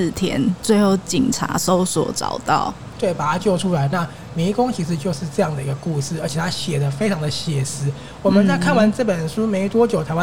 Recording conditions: busy venue